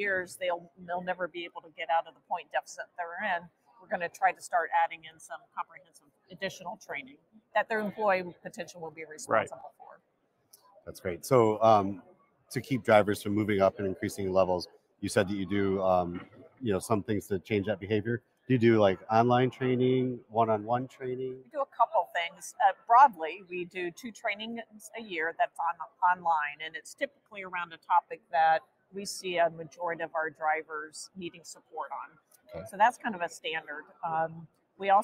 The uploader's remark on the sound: Live From NAFA 2023